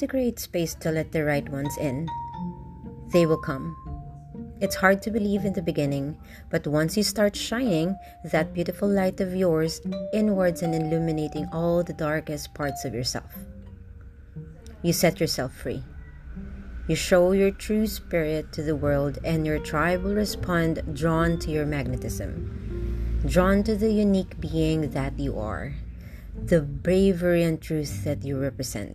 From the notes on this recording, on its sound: Apologies for the unnecessary noise.